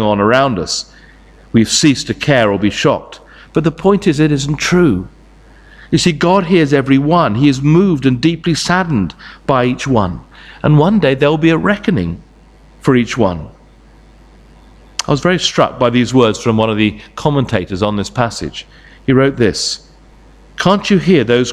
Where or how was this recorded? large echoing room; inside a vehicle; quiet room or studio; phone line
large echoing room